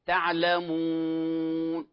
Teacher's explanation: لإتمام حركة الضمة يجب ضم الشفتين عند النطق بالحرف المضموم كما ينطق بالواو، وضم الحرف في مخرجه مع اعتراض الصوت ومشاركة الجوف، ويقال عنها ضم الشفاه، ويجب أن يكون هذا الضم محكما حتى يخرج صوت الواو العربية وليس الأو الأعجمية · لاحظ الواو شفوية وتحكم مخرج الواو تعلمون، وليس هنا غنة. لما يقرأ أحدنا يقول تعلمو، هنا ما أحكم إغلاق مخرج الواو أو في حال الضمة، فخطأ أن نقول كما هي الأو الأعجمية نقول تعلمون، هذا خطأ.